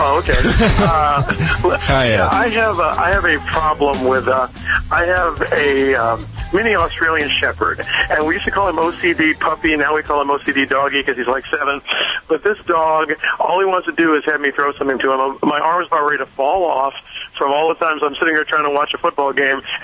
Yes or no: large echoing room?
no